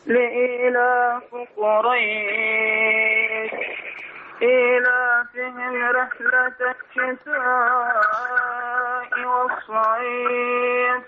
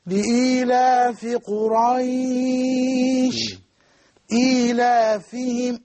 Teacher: الخيشوم عندك في القراءة موجود يعني نشم رائحته من الصوت. الصوت غير صافي · Shown in: first take